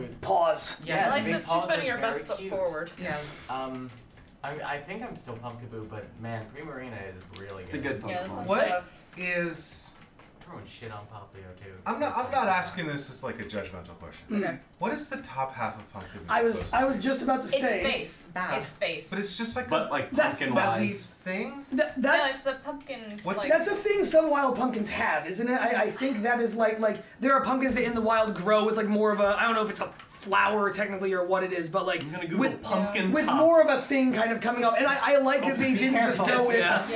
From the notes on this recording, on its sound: Live from Extra Life 2023. Live from Michigan, it's a special morning edition of Champs In The Making!